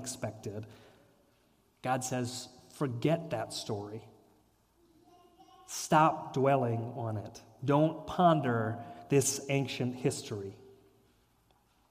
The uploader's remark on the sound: sermon and reflection at Fairmount Presbyterian Church